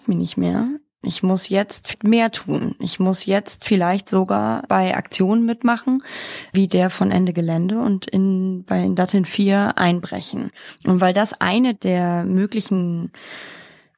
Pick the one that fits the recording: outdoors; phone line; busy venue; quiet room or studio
quiet room or studio